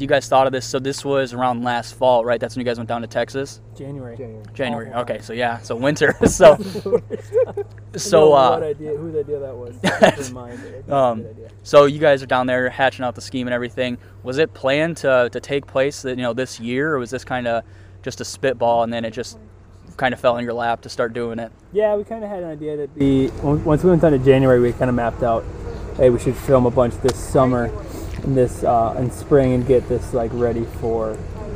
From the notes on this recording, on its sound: Sitting down with me at the Swimbait Universe gathering.